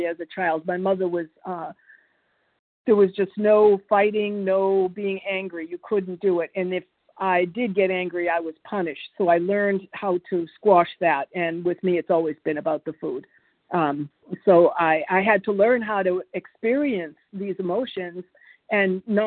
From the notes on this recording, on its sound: qualification from the 100 Pounders Phone Meeting